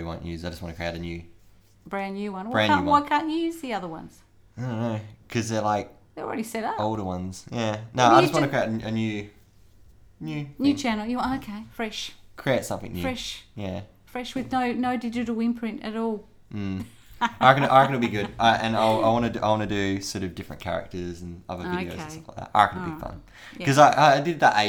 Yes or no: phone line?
no